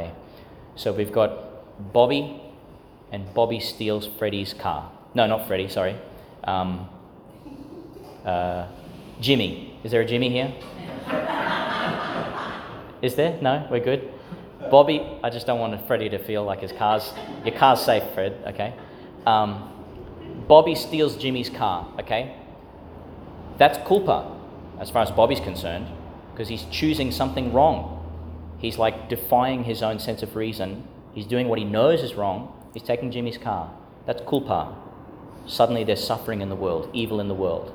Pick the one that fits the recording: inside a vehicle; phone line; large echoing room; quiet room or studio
large echoing room